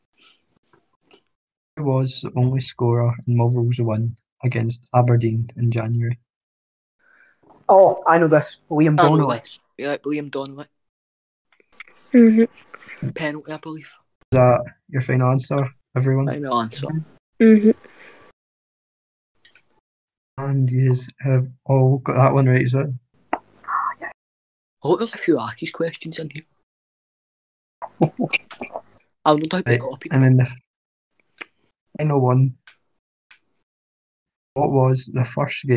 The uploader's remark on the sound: the audio in this episode was quite weird for some reason